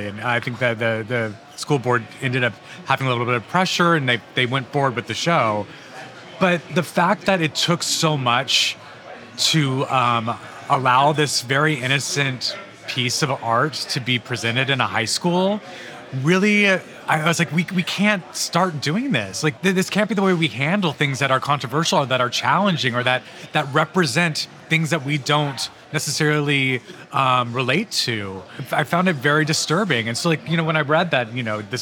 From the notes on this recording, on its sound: This episode of Dinner’s On Me was recorded at Bad Roman in NYC.